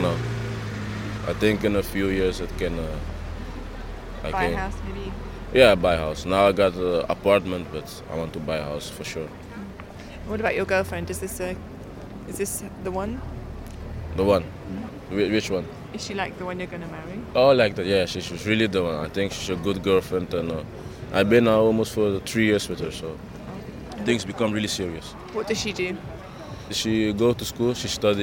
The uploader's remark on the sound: Stories about growing up and ambition recorded on a dark and busy night in Amsterdam’s Red Light District.